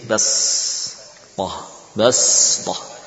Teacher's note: membaca shad dengan sin